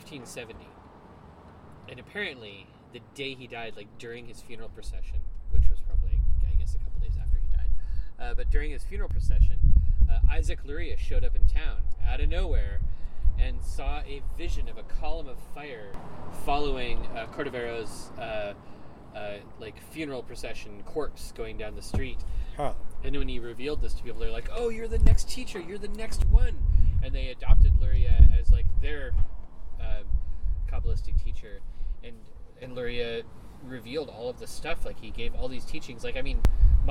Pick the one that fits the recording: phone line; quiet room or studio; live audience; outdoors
outdoors